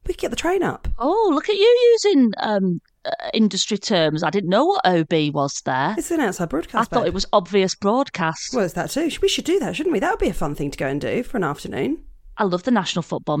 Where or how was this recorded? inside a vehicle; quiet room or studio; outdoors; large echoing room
quiet room or studio